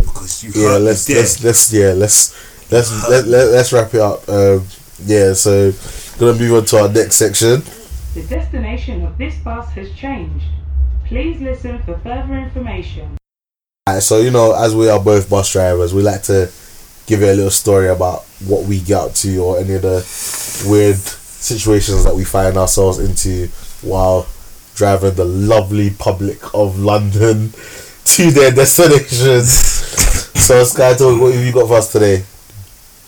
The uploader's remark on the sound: I remembered to attach the mixer to the laptop but still having some audio issues please bare with us as we are still novices.